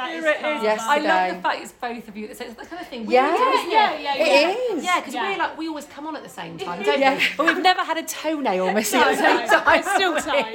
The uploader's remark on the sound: we are live from Hair Union in Sheffield